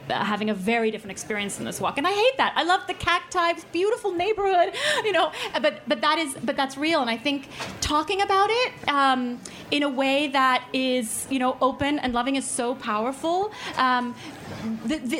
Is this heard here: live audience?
yes